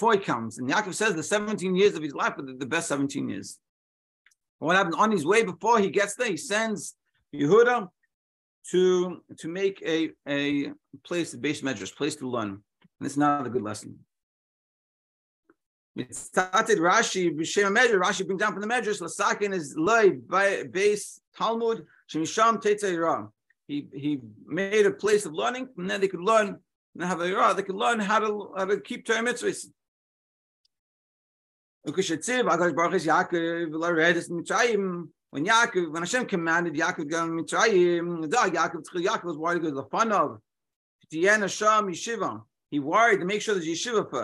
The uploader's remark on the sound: Daily Zoom Shiur